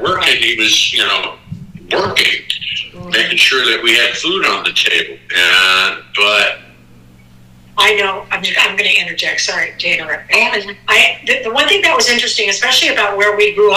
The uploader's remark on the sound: The episode was recorded via phone. Which contributes to the sound quality variances.